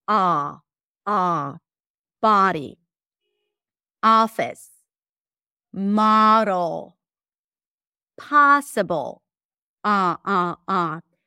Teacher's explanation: so the tongue pulls back. It feels like a rounded sound because the sound resonates in the back, but the lips are not rounded. · Term: open ah sound